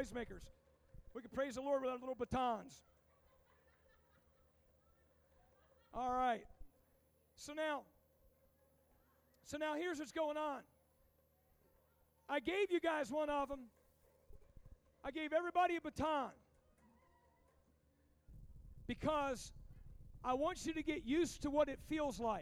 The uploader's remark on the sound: Recorded at Rhema Camp 07.